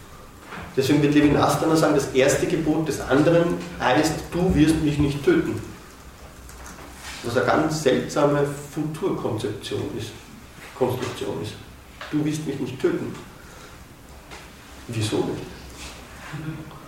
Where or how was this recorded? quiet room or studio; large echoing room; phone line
large echoing room